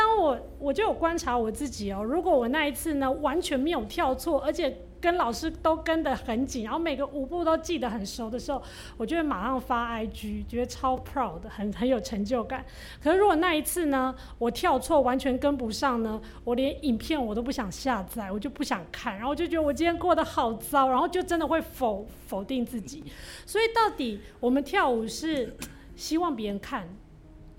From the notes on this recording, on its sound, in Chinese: 本集節目是《人間失格》系列活動第三場（重新做人製作委員會！「別緊盯著鏡子，跳Poppinig 要有自己的律動！」）的現場錄音喔！